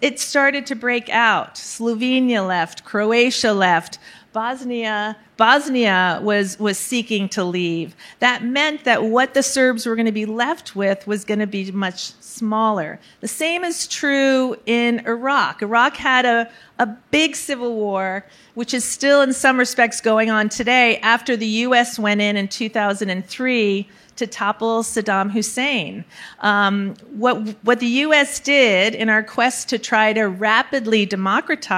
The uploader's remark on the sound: Recorded March 1, 2022 at the Upfront Summit.